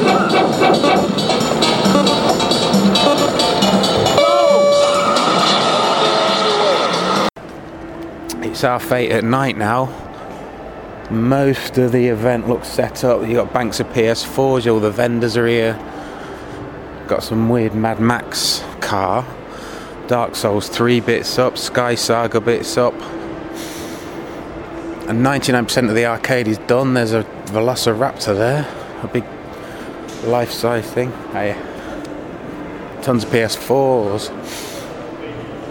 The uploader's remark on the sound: Play Expo Audio Diary